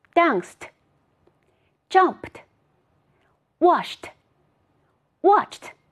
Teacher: 这一组单词当中 ED 发的是 t，原因是它在清辅音后面。